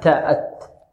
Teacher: فالتاء هنا مخرجها من ماذا؟ من طرف اللسان مع الحنك الأعلى